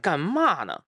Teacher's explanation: 天津话其实最大的一个特点就是它的音调比较低啊，往下走